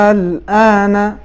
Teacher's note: مد لازم کو ہم کتنا کھینچیں گے؟ چھ حرکت کے برابر. یعنی تمام مد میں سے سب سے زیادہ جس کو ہم کھینچیں گے وہ مد لازم ہے.